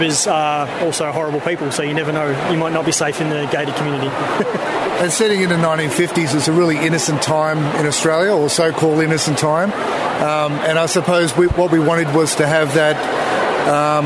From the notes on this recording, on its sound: Supanova interview. Recorded at Supanova Expo on April 6th, 2019 in Melbourne.